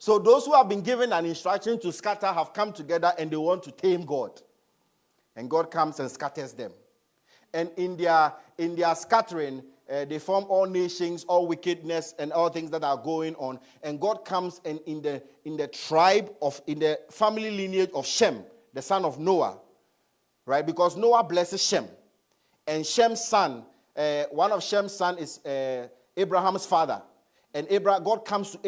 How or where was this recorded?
large echoing room